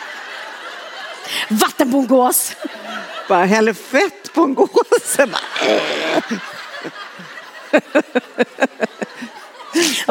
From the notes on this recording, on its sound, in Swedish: Vi spelade in veckans avsnitt i logen mellan två underbart härliga livepoddshower. Och självklart spelar vi upp lite vad som hände på scenen. Det blev dans, sång och och besök av våra dansande män.